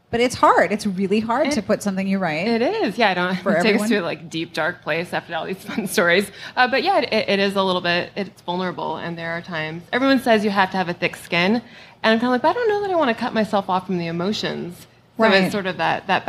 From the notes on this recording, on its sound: Live from The Strand: Romance Game Night! We have audio, courtesy of the fine folks at The Strand!